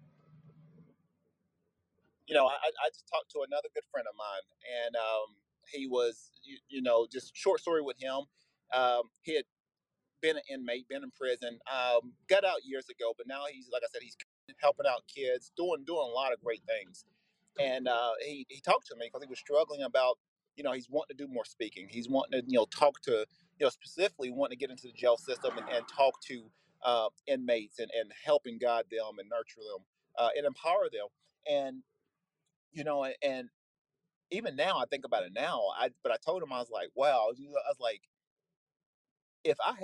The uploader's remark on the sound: Bonus recorded content that I did while on the road to a wrestling practice.